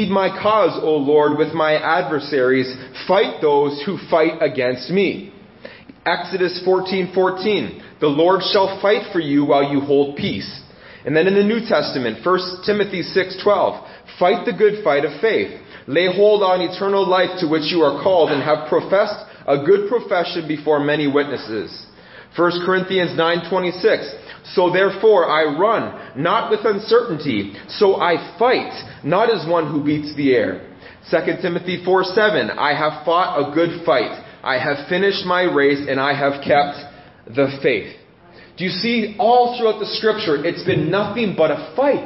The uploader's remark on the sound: This message was preached in January 2017 at Freedom Life Church in Kitchener Ontario